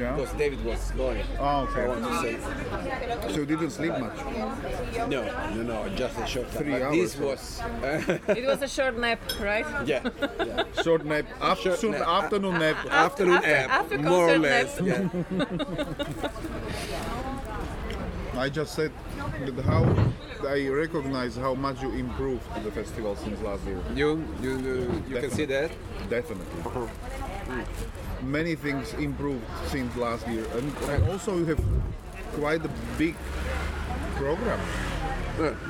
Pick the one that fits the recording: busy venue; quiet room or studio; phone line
busy venue